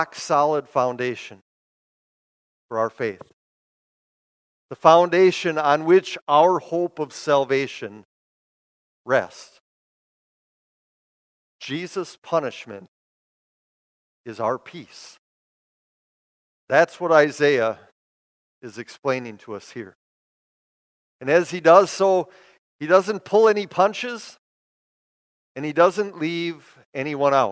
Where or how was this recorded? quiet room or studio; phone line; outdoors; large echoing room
large echoing room